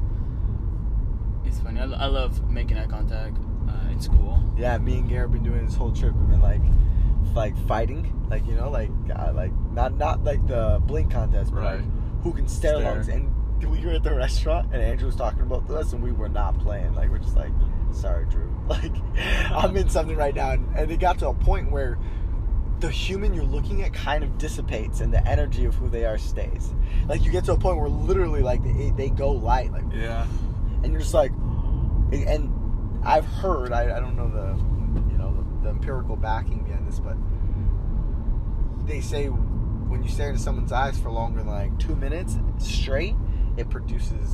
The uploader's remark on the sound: Driving to the Polynesian Cultural Center. Hawai'i.